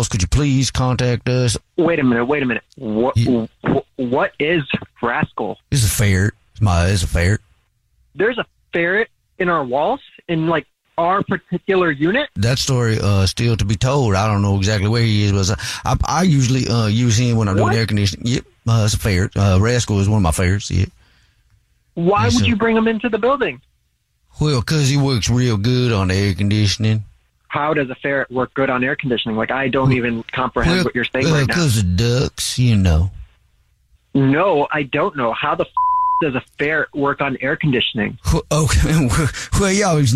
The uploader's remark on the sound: Phone prank style.